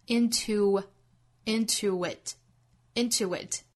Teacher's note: 在 into 和 it 之间连读同样也是元音连读加了小 w 的发音